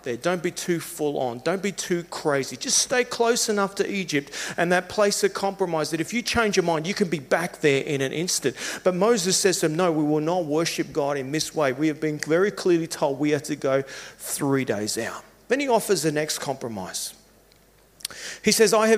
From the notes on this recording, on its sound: Service recorded Live at Victory Church in Bendigo.